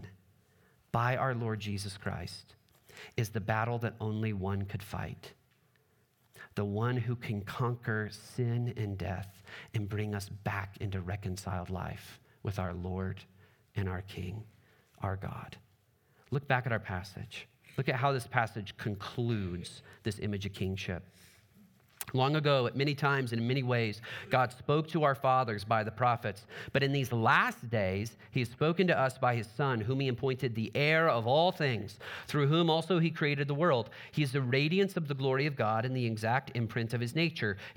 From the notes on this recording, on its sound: Trinity Anglican Church Littleton, CO